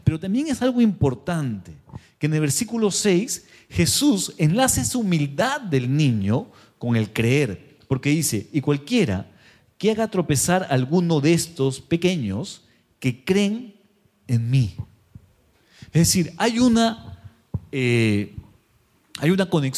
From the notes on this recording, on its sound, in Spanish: Presentado en vivo el domingo 6 de agosto de 2023 Este podcast es la retransmisión de la reunión de iCafe de cada domingo. Mariscal Sucre 317, Barranco.